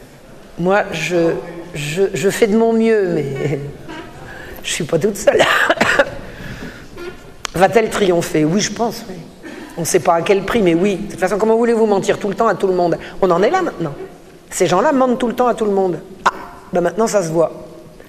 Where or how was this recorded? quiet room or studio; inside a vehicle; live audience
live audience